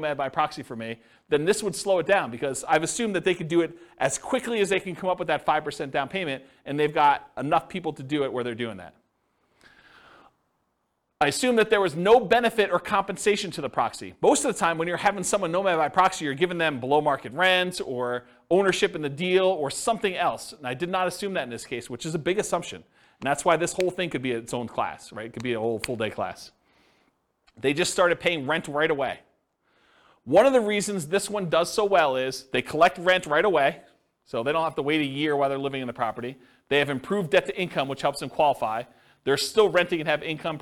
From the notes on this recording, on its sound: This was a live class recorded